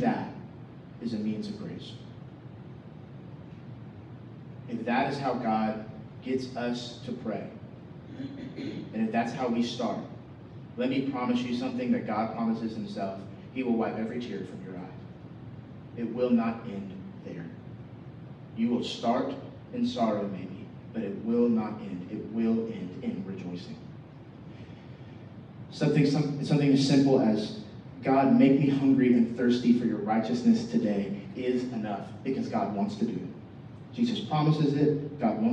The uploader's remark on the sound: We apologize for the poor sound quality. We had major technical difficulties this Sunday morning.